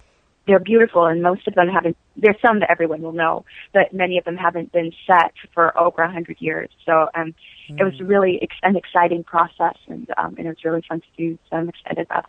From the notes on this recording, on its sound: spoke by phone with her